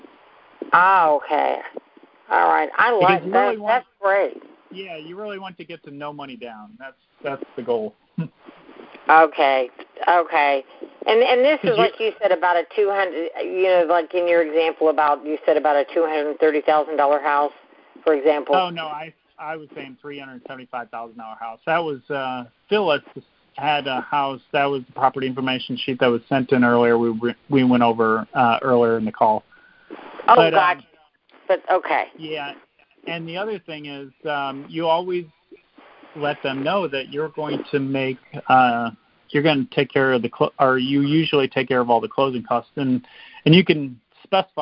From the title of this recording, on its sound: Gold Club Q&A Call